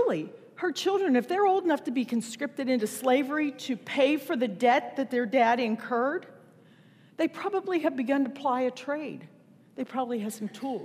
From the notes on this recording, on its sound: Recorded September 10, 2019 at Wellspring Church of the Nazarene, Evansville, IN.